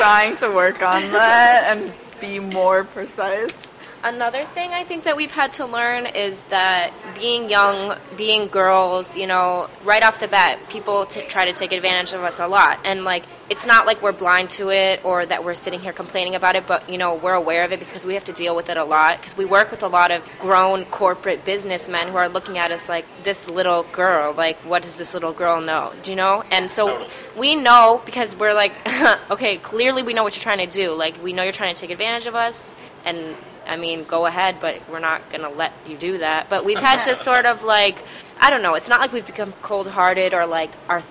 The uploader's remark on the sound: In an interview recorded at a local cafe.